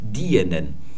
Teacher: Wir haben es hier tatsächlich mit zwei Vokalen, die aufeinanderfolgend einzeln gesprochen werden, zu tun. Denn es geht zurück auf ein älteres oder althochdeutsches Dionan. · Das IE ist noch kein langes I, das ist erst später entstanden, diese Aussprache. Wir haben es hier tatsächlich mit zwei Vokalen, die aufeinanderfolgend einzeln gesprochen werden, zu tun.